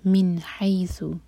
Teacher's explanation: مِنْ حَيْثُ، نون پر اظہار اور ہا حلق سے اور حی مدلین کے بعد ہے ثا، اس کو سین کا ساؤنڈ نہ دیں